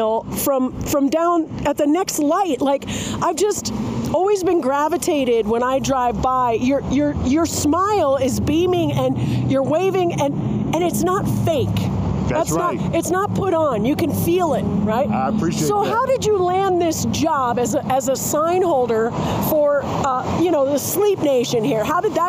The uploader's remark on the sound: Sorry for the sound quality, this recording was done live, with traffic going